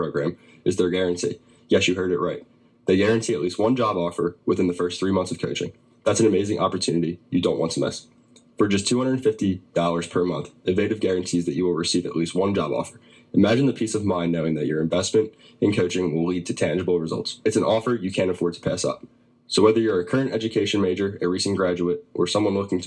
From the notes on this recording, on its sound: We did experience audio issues throughout the recording